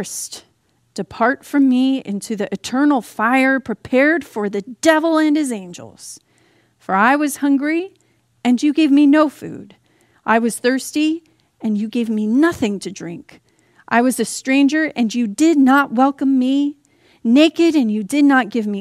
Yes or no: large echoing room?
yes